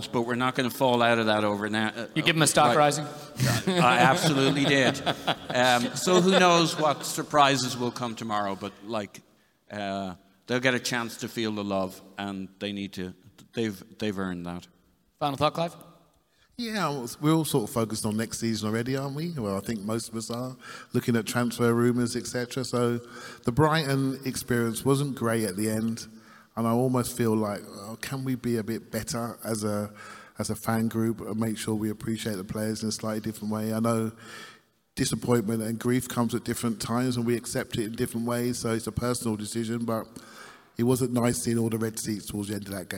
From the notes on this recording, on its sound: This episode is a recording of the Arseblog & Arsenal Vision Live event from Union Chapel, on Saturday, May 27th.